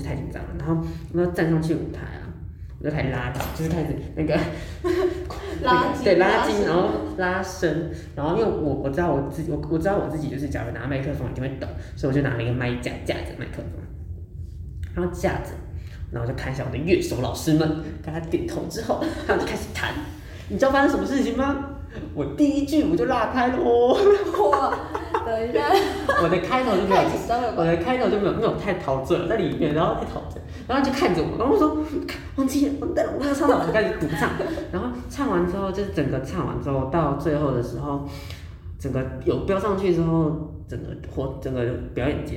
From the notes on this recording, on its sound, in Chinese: 回音較大，請見諒。